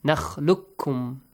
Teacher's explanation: You don't pronounce the letter qaf. You double the kaf. You merge qaf to kaf.